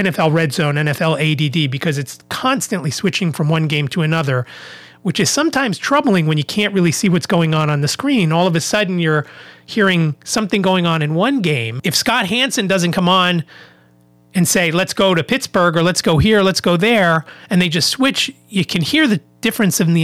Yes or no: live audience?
no